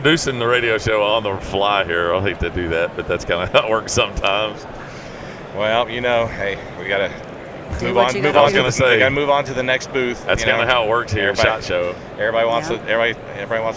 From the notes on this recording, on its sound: at SHOT Show 2020 during the Browning Trail Cameras takeover of The Break Podcast